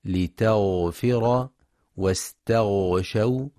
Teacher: وينتبه لرخاوة الغين وتفخيمها في كلمة لتغفر واستغشوا